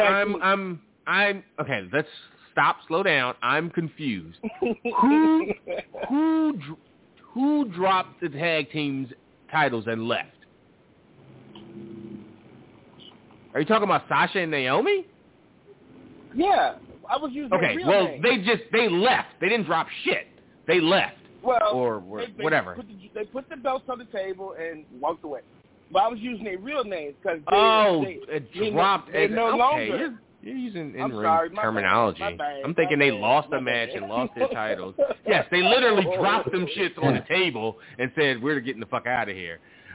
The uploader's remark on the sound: Live calls and much more. Weekly caller, email and tweet driven show. Leave a voicemail to be played on-air.